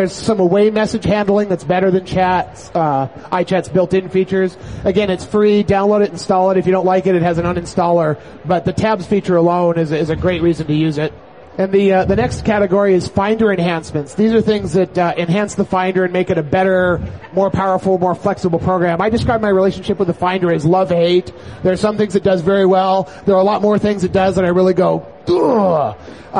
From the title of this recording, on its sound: live at Macworld Expo 2007